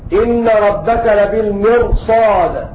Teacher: أما إذا كانت الراء ساكنة بعد كسرة ولكن بعدها حرف استعلاء فإن الراء عندئذ تضخم عند جميع القراء